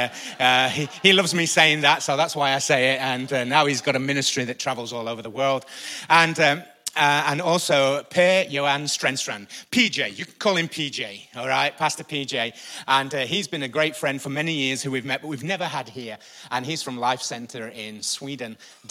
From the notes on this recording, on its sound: Recorded live at the Chesterfield Campus this is the message from the morning service on the 1st September 19